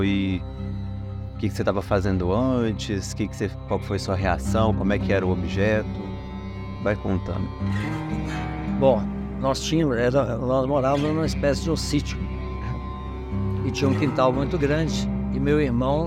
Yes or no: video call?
no